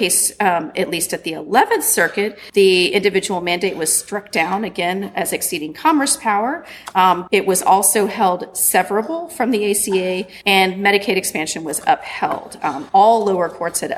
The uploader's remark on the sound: Recorded at the 2019 annual meeting of the Southeastern Association of Law Schools